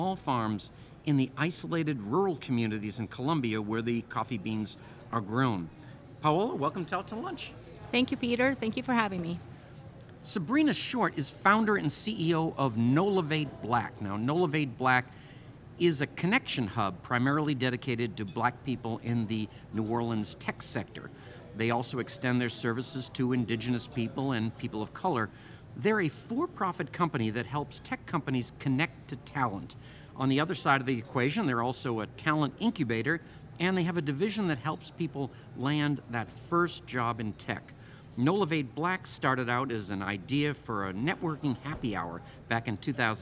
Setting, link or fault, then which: setting, busy venue